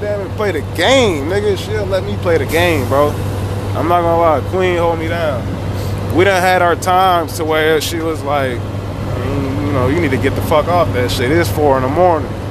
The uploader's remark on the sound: Sorry for the background noise no other episode will be in the work truck, louder than I thought.